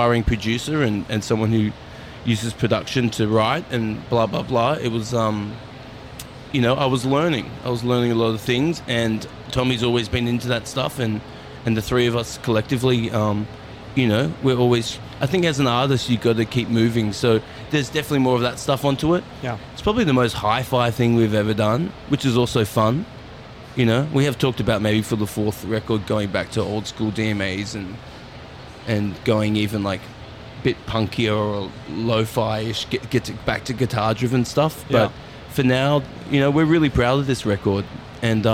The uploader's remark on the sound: 'The Green Room' goes backstage at the first stop of the Laneway Festival in Brisbane.